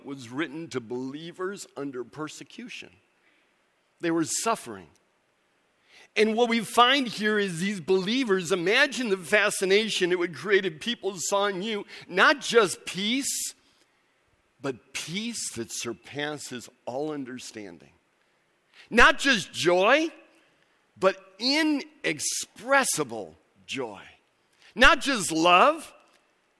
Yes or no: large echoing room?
yes